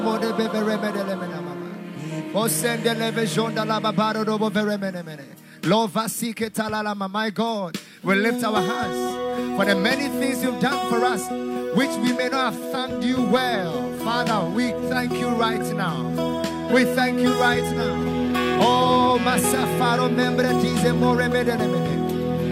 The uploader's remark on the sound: Preached at the FLOW Church Service.